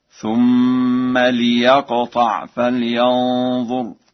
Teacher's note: قرأ ورش الفعل يقطع بكسر اللام هكذا: ثم ليقطع فلينظر.